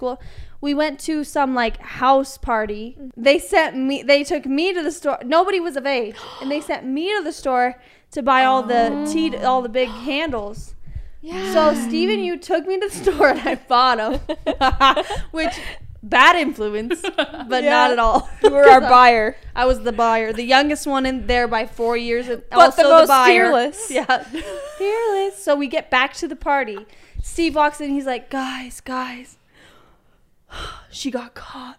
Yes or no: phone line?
no